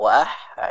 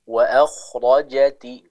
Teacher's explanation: Di huruf kho harus dibaca dengan sesuai dengan makhrajnya atau tempat keluarnya, yaitu di tenggorokan bagian atas. Adapun huruf ha, maka dia diucapkan dari tenggorokan bagian tengah · Shown in: first take · sehingga pasti ya berbeda pengucapan dari kedua huruf tersebut.